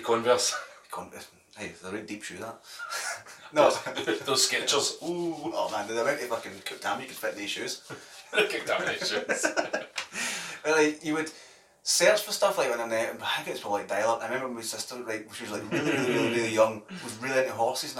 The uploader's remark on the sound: POOR SOUND QUALITY